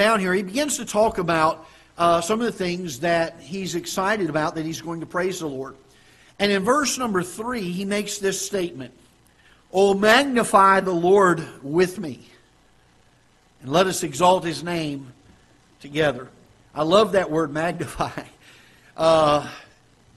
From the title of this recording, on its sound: Ketha Heights Baptist Church ~ Live Broadcast